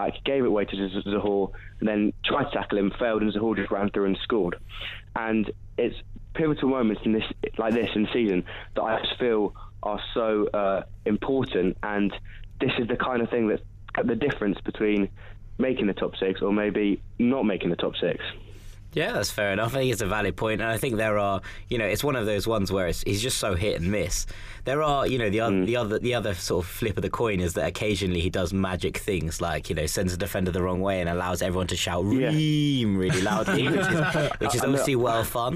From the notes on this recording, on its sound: the first ever podcast phone-in